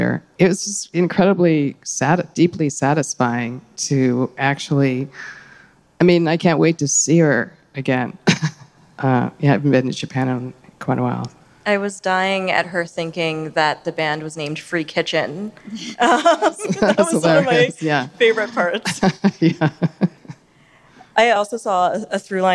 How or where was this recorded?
live audience